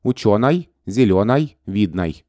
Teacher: «Ы» и «и» в окончаниях прилагательных мужского рода произносятся ближе к «а».